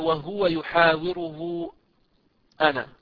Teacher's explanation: هاء الضمير المضمومة هذه نحول ضمتها إلى واو ونمدها بمقدار أربع حركات أو خمسة كما المنفصل · Term: مد صلة كبرى